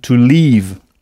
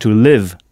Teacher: Alors, on a aussi appris avec Michel Thomas que « partir » se dit « to leave », « l-e-a-v-e ». Il faut bien prolonger le son « to leave » à ne pas confondre avec « to live » avec un « i » court